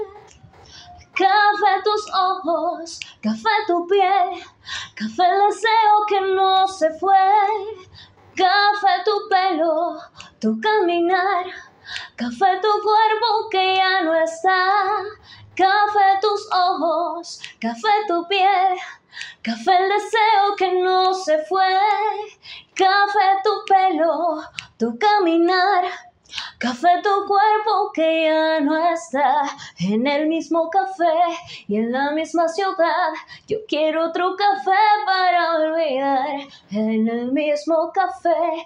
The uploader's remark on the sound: The stage is also different from where I'm usually seen, and I decided to change it for an empty room that we are remodeling. This room adapted perfectly to what I wanted because my interpretation is a capella and that room where you can see me has a very great sound bounce that allowed me to hear myself and to be able to sing in a correct way this musical theme.